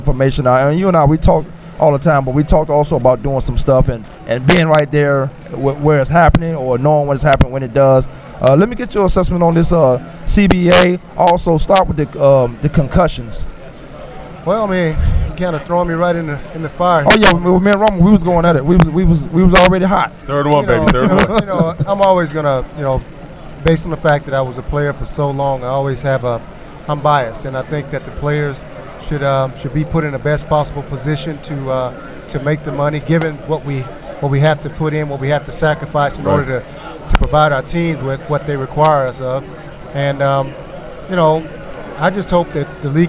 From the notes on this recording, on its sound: Live From Player Networking Event 2011. Voice America will participate as an official online media partner and provide a live simulcast on our Internet TV and Internet Radio channels from event.